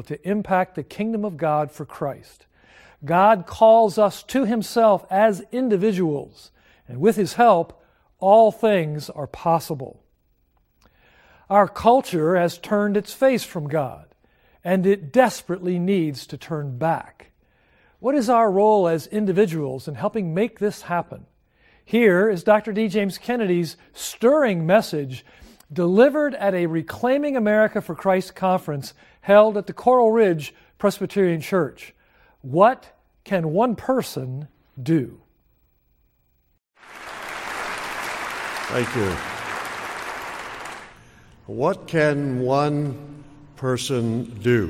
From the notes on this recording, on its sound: delivers a stirring message at a Reclaiming America for Christ Conference held at Coral Ridge Presbyterian Church